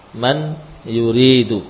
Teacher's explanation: Masuk nun ke dalam ya. Dengan idgham yang kurang sempurna ya, sehingga walaupun huruf ya pada asalnya tidak ada gunnah, dalam hal ini kita masih memberikan gunnah · Term: idgham bi gunnah